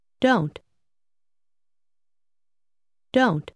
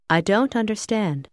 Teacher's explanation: Faccia attenzione alla pronuncia della parola don't e noti come il suono della t finale tende a scomparire